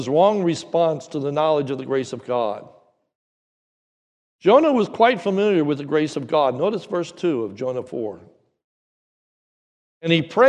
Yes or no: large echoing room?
yes